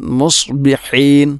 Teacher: ഫതനാദൗ മുസ്ബിഹീൻ, മുസ്ബിഹീൻ സ്വാദിനെ പ്രത്യേകിച്ചും ശ്രദ്ധിച്ചുകൊണ്ട് വായിക്കണം, ഓതണം. സ്വാദ് ഹറൂഫുൽ ഇസ്തിഇലായിൽപ്പെട്ട അക്ഷരമാണ്, സ്വരഭാരത്തോടുകൂടി ഉച്ചരിക്കേണ്ട അക്ഷരമാണ്. നാവിൻ്റെ മധ്യഭാഗം അണ്ണാക്കിലോട്ട് പൊങ്ങി വരുന്ന, ഉയർന്നു വരുന്ന രൂപത്തിലാവണം.